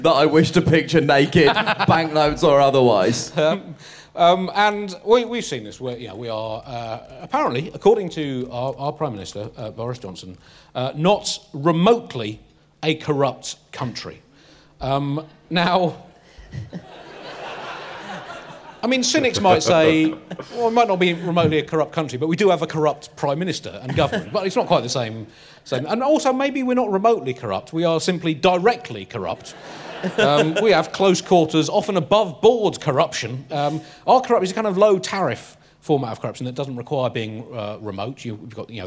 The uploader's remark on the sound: live from Podicon London 2021